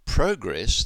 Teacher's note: But progress, the noun, has the stress on the first syllable.